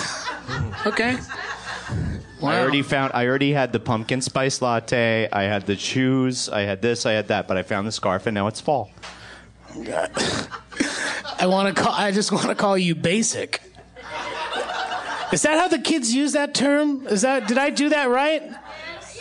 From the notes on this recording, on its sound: LIVE from Union Hall. In this LIVE episode.